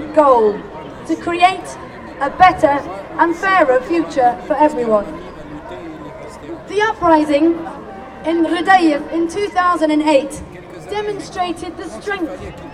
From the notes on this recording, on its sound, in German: Mitschnitt (um eine Unterbrechung auf der Bühne gekürzt) von der englischen Begrüßungsansprache auf der Abschlusskundgebung der Eröffnungsdemo des Weltsozialforums.